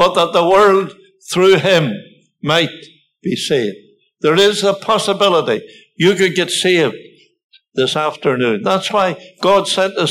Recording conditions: large echoing room